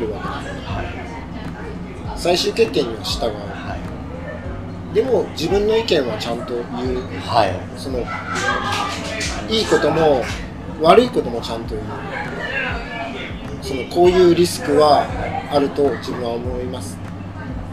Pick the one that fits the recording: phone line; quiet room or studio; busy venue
busy venue